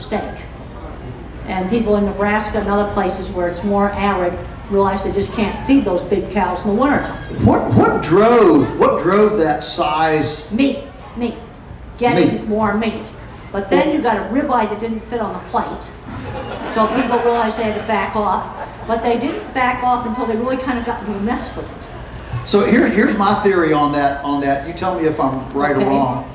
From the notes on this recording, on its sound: The interview was done at the Homestead Festival